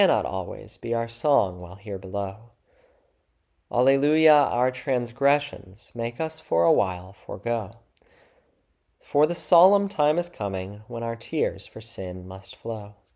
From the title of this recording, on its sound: February 11, 2024 Church Service